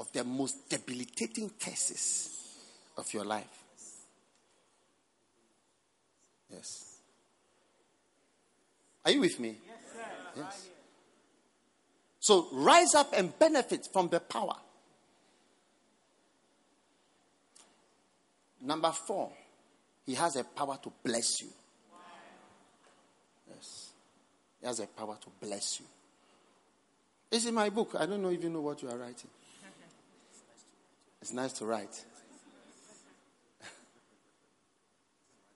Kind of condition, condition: setting, large echoing room